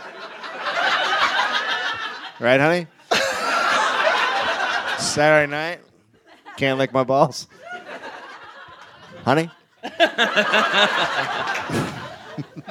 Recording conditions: live audience